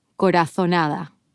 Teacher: the Z is pronounced like TH in the English word think, instead of S, like in Latin America. So corazonada becomes corazonada.